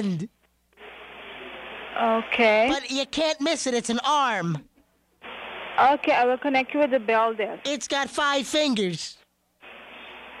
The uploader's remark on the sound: …'s Personal Prank Phone Calls Collection.